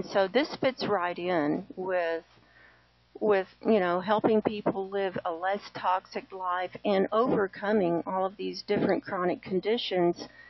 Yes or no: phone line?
yes